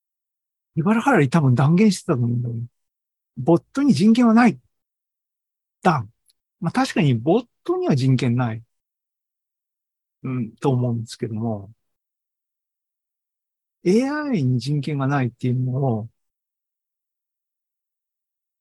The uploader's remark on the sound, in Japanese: ZOOMライブの模様です。